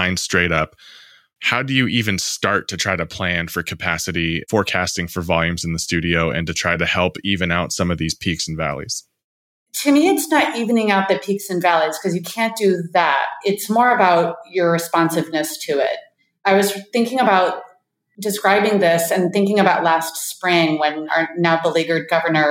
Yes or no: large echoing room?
no